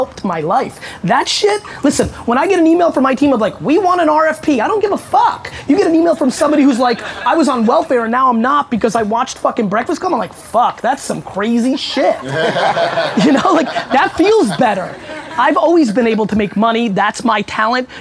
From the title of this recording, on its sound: SXSW 2017 Panel